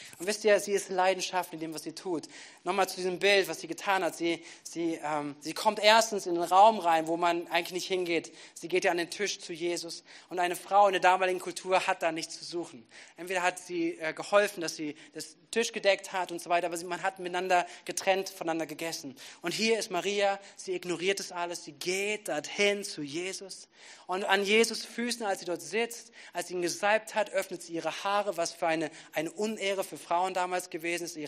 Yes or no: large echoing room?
yes